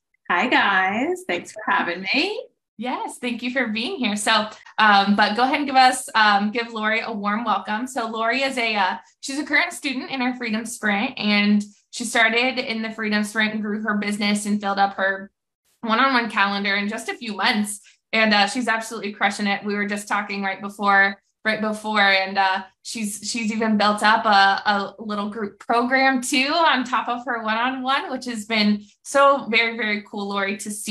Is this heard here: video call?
yes